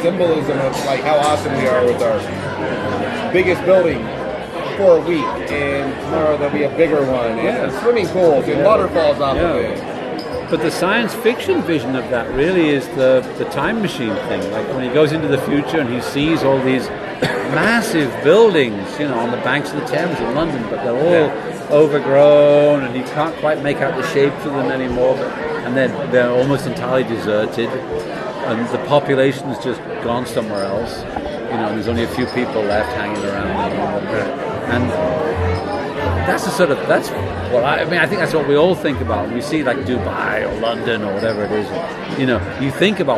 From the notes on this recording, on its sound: At his local pub (Under The Sun in Boulder) and over a few beers we have a fantastic chat.